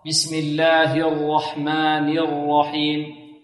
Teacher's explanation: الراء مفخمة والحاء مرققة. بسم الله الرحمن، والهاء في لفظ جلالة مرققة.